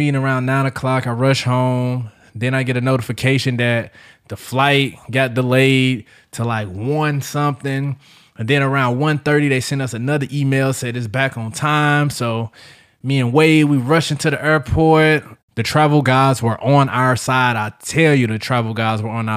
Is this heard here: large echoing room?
no